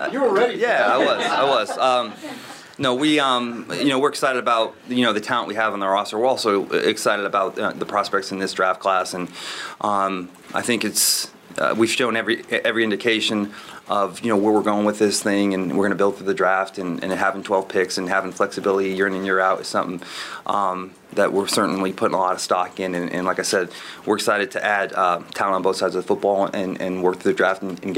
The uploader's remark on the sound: At his annual pre-draft press conference. The entire give and take with reporters.